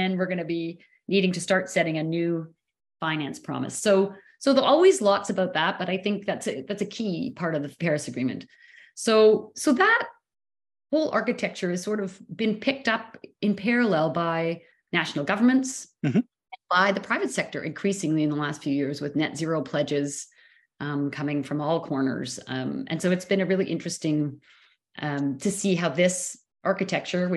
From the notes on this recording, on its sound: on Zoom